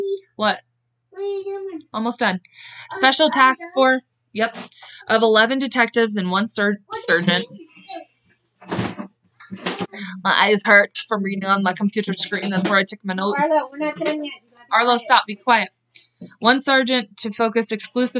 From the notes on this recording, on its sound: sorry for his babbling in the background